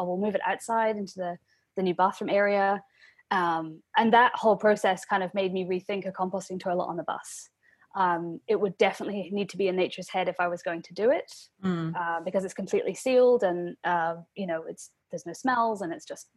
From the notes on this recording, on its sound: we are still recording at home via Zoom, so our sound quality isn't at it's best today, so please accept our apologies